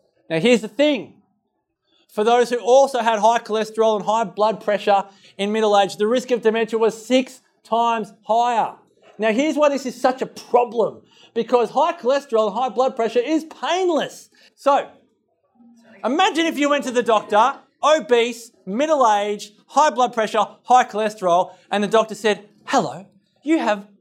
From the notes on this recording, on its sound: Live Recording Part 2. This recording from the event.